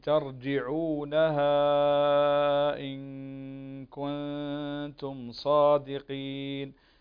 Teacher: عندنا هنا المد المنفصل يمد ست حركات لورش